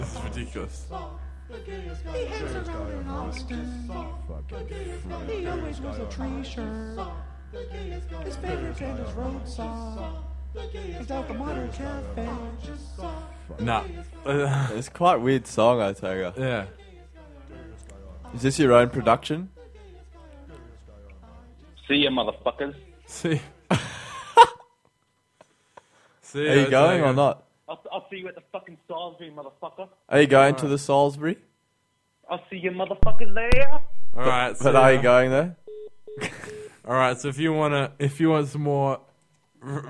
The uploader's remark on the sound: We try our best on the mic and then hand over to our callers.